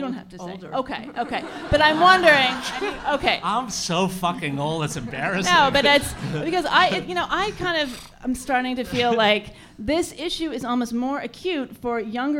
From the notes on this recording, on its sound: On Stage at Housing Works Bookstore Cafe. We've got clips from our events.